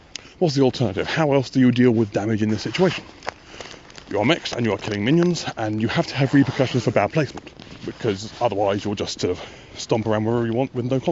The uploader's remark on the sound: While walking Gaspode around the common in the dark.